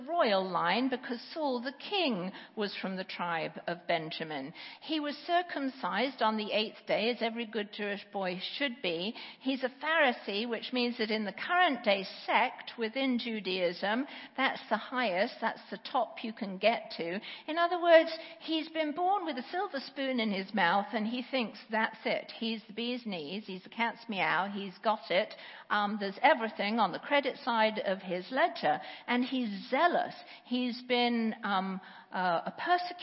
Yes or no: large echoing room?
yes